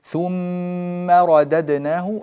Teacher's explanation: الغنة في ثم، طول الغنة شوية، رددناه، فخم الراء.